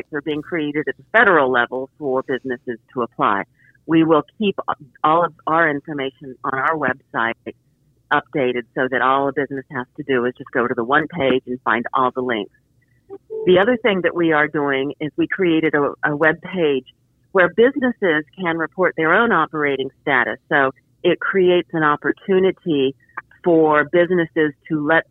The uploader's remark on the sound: talks by phone